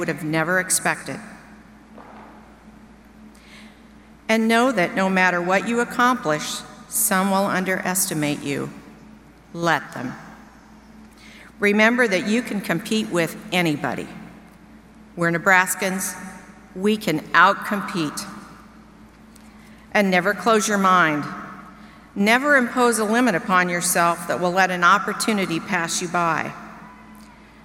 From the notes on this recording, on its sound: Delivered remarks to University of Nebraska-Lincoln graduates during the August 17, 2019, commencement ceremony.